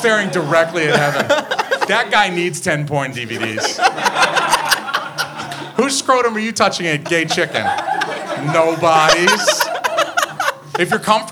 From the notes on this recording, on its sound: We go live at Curlies Comedy Club, New Hampshires only comedy club, and we go on SHWYPN's podcast.